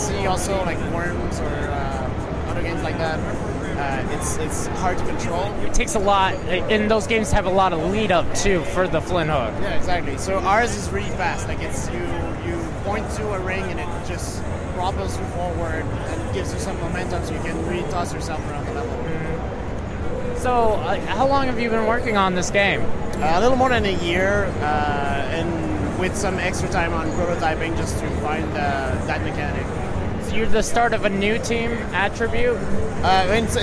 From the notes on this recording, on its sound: This is the third of the audio interviews I did while at PAX East 2016.